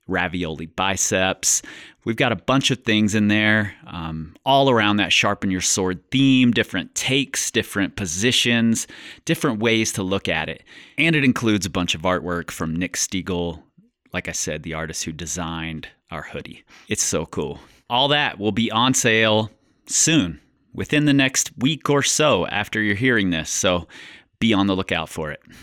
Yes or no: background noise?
no